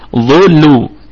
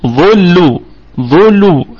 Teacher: ونراعي ترقيق اللام التي تلت حرف الظاء، فما قلش ظلو ظلو، لا نقول ظلو، أنا أريد اللام تأتي من مكانها الصحيح حتى وإن جاورت حرف استعلاء.